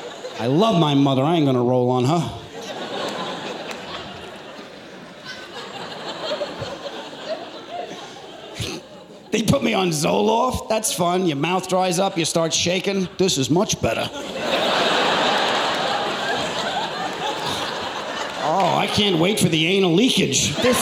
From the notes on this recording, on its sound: takes the stage to regale his audience